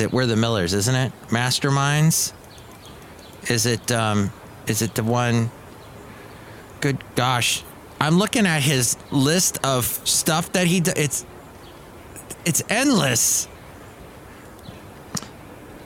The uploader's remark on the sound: podcasts live from Cafe Anyway